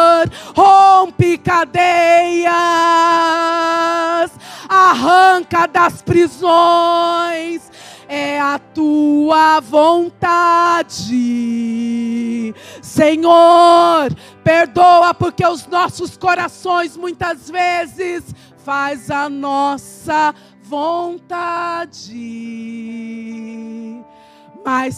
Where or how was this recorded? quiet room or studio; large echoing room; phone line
large echoing room